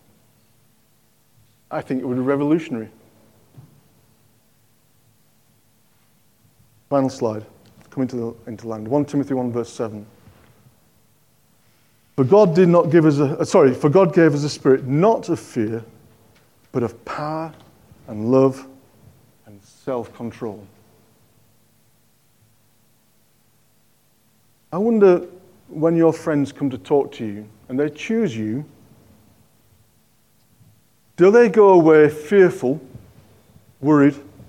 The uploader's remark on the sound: On 12th November 2023 at King's Church, Cockermouth, as an audio file.